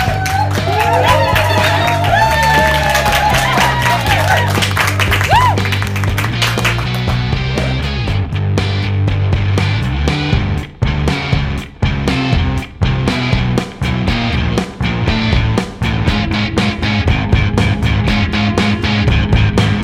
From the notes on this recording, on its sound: In our first Cast Iron Theatre LIVE, recorded in front of a live audience at Sweet Dukebox, Brighton.